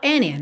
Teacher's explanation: Você pode pronunciar o D, and in, mas é muito comum que esse D seja omitido e aí soa and in